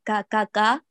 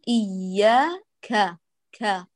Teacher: إياك نعبد وإياك، ليس إياك، كاكا هذا، ما هذا بكاف فصيح، الله يحفظك، لا تأتي به أصم، لا بد من الإتيان بشيء من الهمس فيه · Shown in: second take